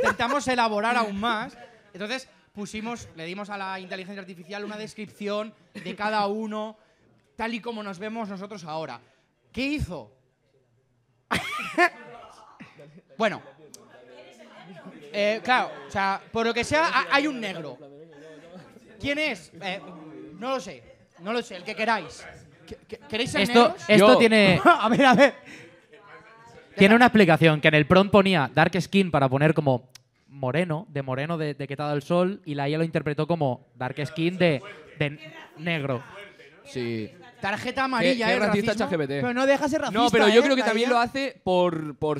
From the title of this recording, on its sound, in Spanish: LIVE en THE 1916 IRISH PUB